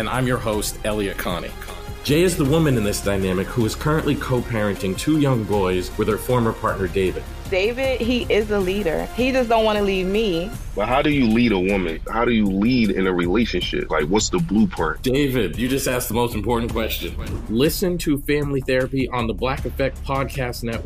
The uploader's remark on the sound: In today's Phone Tap we’re calling a woman